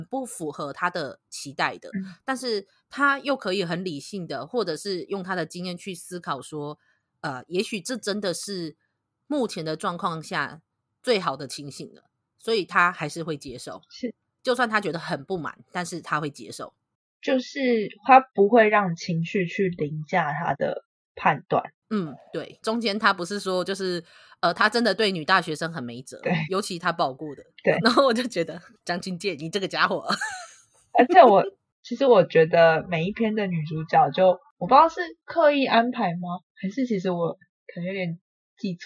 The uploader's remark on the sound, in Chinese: 因設備限制，錄音品質較差，請聽友們包涵